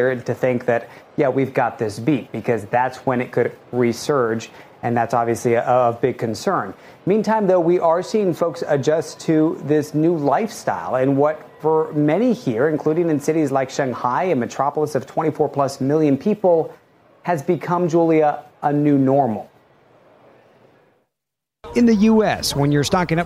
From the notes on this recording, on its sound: live from The New York Stock Exchange